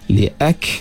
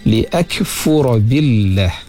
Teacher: Contohnya kaf ini li'ak, kita keluarkan sedikit angin apabila kita mengunci huruf kaf itu